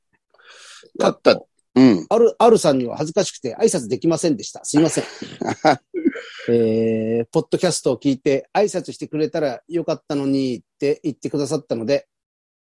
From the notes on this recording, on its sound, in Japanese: ZOOMで収録